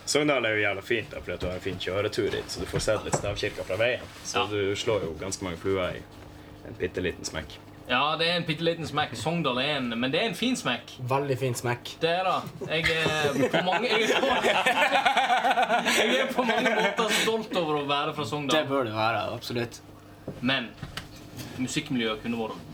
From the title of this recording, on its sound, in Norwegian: Backstage på Meieriet